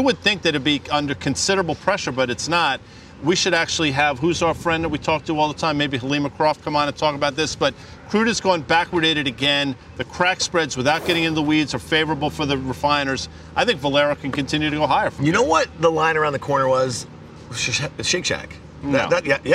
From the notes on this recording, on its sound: Live From Miami Beach. From the iConnections Global Alts Conference in Miami Beach.